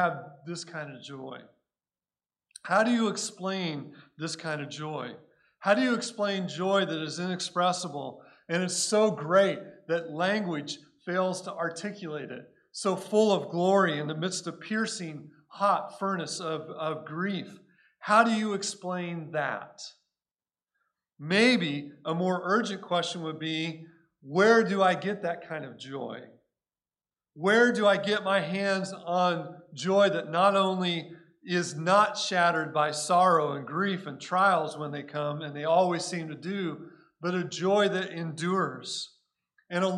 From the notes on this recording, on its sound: Recorded at Cornerstone Church in Mesa, AZ